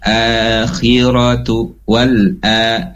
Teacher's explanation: itu hamzah dibaca panjang dua harokat, dinamakan mad badal.